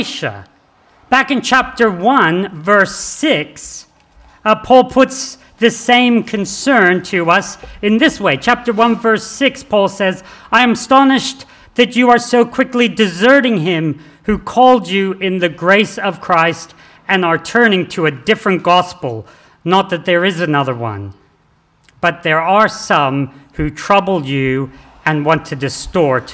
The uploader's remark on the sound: This sermon was preached on the 10th of December 2023 at all services of Helensburgh and Stanwell Park Anglican Church